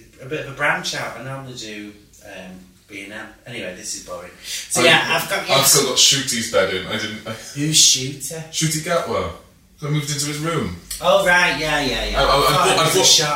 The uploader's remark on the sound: Apologies for the bad audio quality!!!